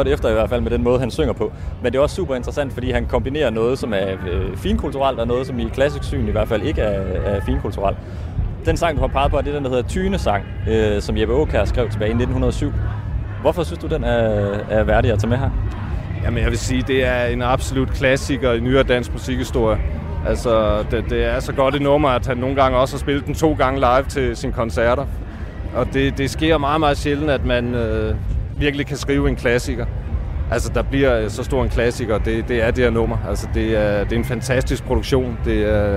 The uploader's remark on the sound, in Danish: På Folkemødet på Bornholm, hvor Kulturmagasinet befinder sig i denne udsendelse. Sidst i udsendelsen er vi også på Copenhell.